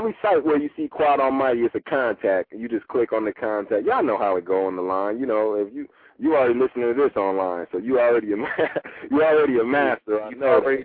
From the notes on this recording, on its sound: LIVE CALL INS!